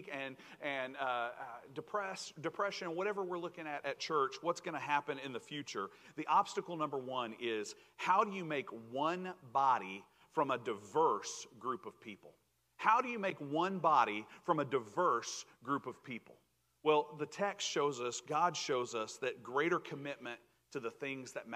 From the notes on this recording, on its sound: Recorded Live 7/31/2022 at Pleasant Ridge Church of Christ (Arlington, TX)